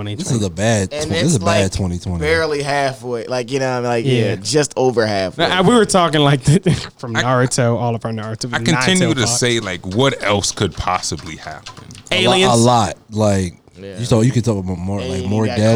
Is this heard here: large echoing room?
no